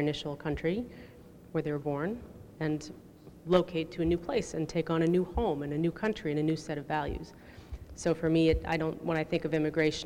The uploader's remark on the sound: This is a special feature of the panel “Journeys Home: Perspectives on Immigration”, recorded on Wednesday, June 7th at Heritage State Park Visitors Center.